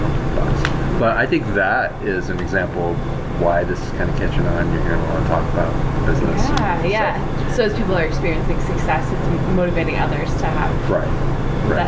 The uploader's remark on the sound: On location. There are some sound issues with the background.